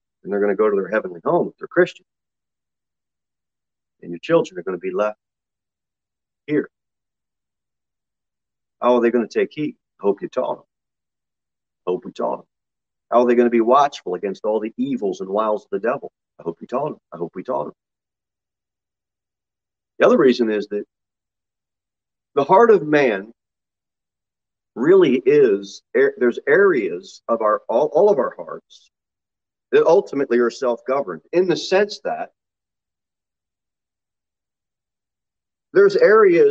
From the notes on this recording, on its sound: Sermon delivered at Pilgrim Baptist Church on Sunday, November 21, 2021, at 6:15 pm. Jere Whitson Rd. Pilgrim Baptist Church is a bible-believing, independent Baptist church.